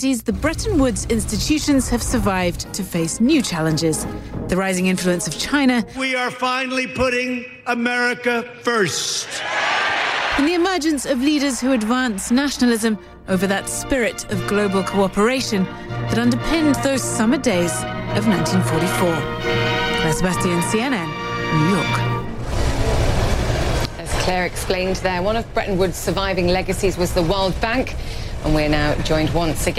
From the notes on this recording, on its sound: live from the New York Stock Exchange